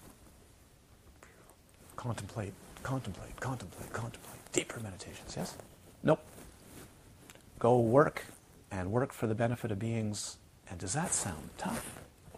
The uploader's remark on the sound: This series of 60 Dharma talks were recorded during a retreat at Crystal Mountain Retreat Centre, Galiano Island, during July and August of 2012.